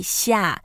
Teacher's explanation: So that's really useful then, because 下 means down, and also the tone of 下 is the fourth tone, which is going down